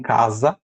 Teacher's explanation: no português, que aí entre duas vogais, como em casa, né, ele vai ter som de Z